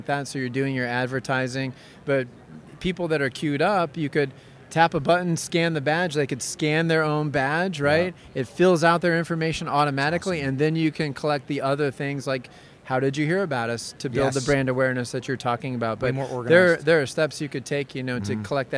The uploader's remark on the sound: Live On The Show Floor From ExhibitorLIVE